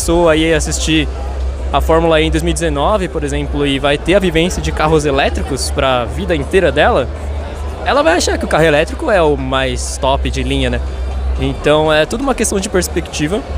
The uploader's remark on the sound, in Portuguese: Voltamos com mais um episódio do estilo LIVE gravando mini logs em outro evento de automobilismo, o Formula E São Paulo ePrix 2023. Venha conosco e tire suas próprias conclusões sobre o que vc acha do som de um carro da Fórmula E (eu mesmo me surpreendi como é ao vivo).